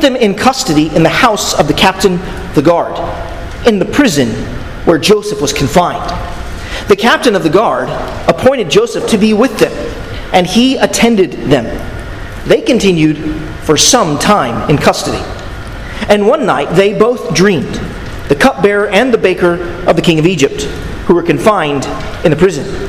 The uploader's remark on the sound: at Arlington Baptist Church in Arlington, Virginia